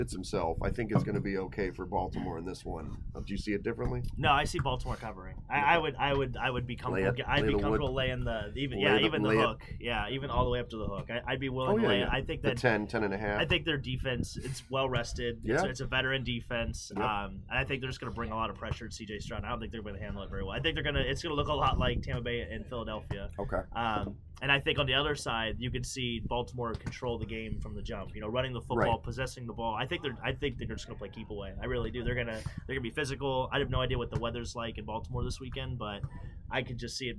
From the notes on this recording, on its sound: Live from Gulfport. On the beach.